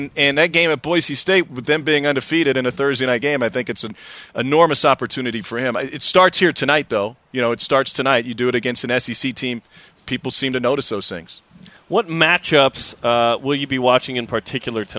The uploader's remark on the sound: It's Gameday in Provo, Live from Lavell Edwards Stadium.